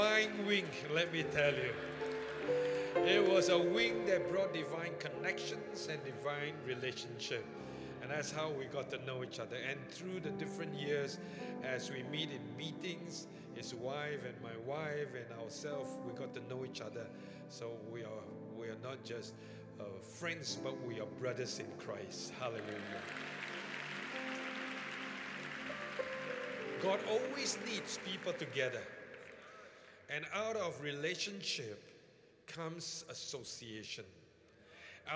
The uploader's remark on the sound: Encounter Service. Preached at the Qodesh.